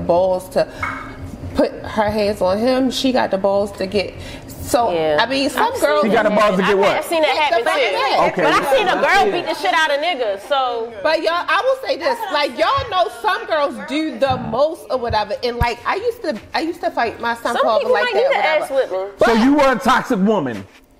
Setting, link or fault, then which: setting, busy venue